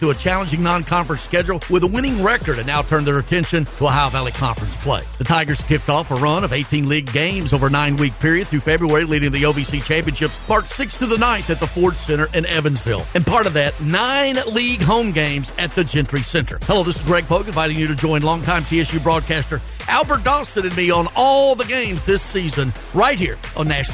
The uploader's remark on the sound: Broadcasting live from Strike N Spare